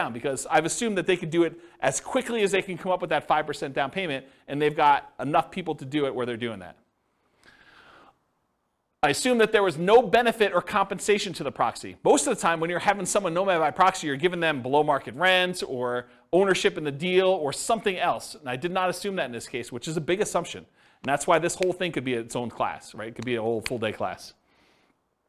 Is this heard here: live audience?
yes